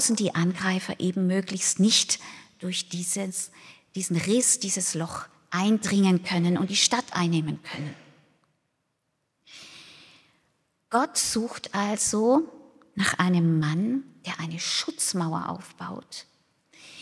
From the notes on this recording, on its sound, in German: aus dem Classic-Gottesdienst der Missionsberg-Gemeinde